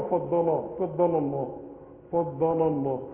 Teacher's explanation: اللام الاولى مرققة، فضل لا تبتسموا في اللام الاولى، والتانية تبوزوا فيها